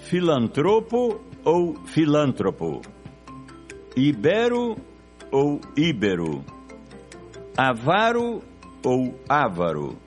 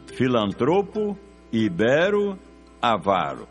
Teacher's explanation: Todas essas palavras são paroxítonas e assim devem ser pronunciadas · Shown in: second take · : filantropo, ibero, avaro.